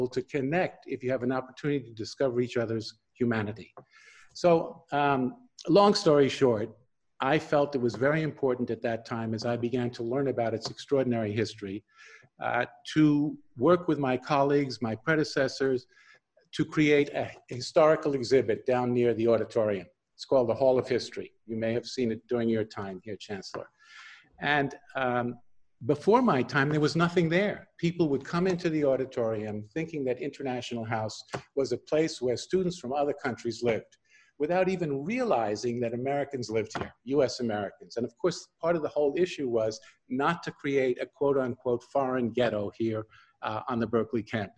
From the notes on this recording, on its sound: This interview was conducted over Zoom